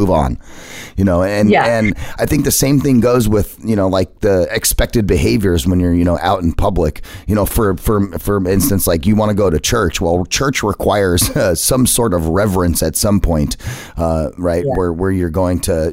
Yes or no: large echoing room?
no